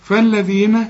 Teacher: فالذين طلع لسانك في الذال